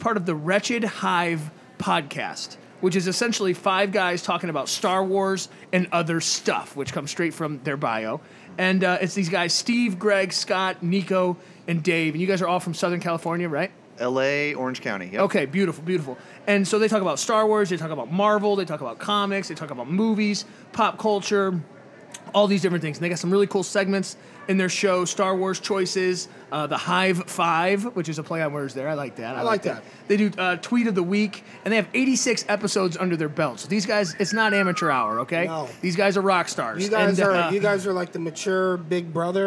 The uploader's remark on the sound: Live from the Help Me Grow National Forum in Buffalo, New York